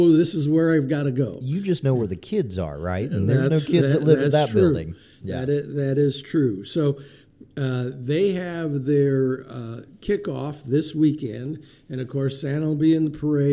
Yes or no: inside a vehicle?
no